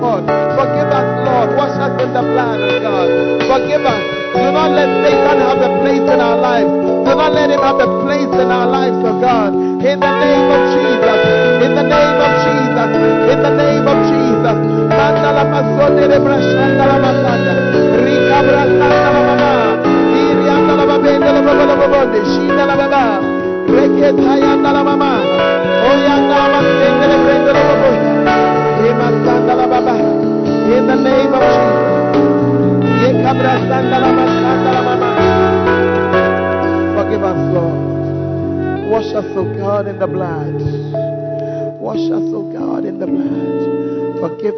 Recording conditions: large echoing room